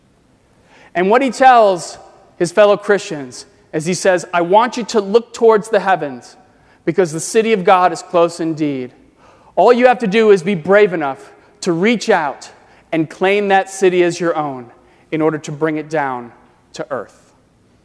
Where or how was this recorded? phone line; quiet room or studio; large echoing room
large echoing room